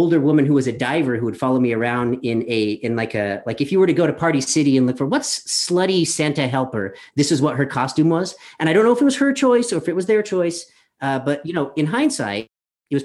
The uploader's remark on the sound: Who currently resides in New York City. Told this story live from his apartment, through a web cam, up to a satellite, then back to a Zoom window in front of a live but virtual audience.